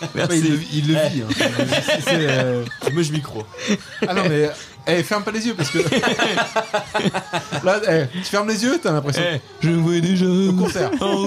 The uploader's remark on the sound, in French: Un épisode spécial enregistré EN PUBLIC ! (Les gens qui étaient à l'anniversaire quoi).